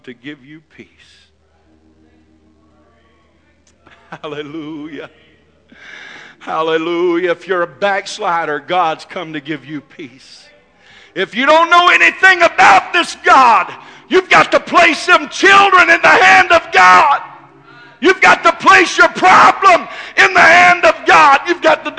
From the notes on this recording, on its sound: This message is broadcast live at First Pentecostal Church in Silsbee Texas.